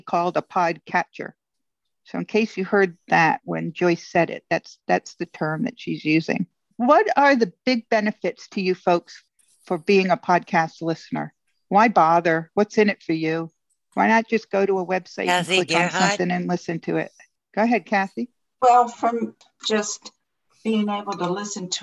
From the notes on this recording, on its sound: This is a brief recording of a zoom call brought to you by the Council of Citizens with Low Vision International.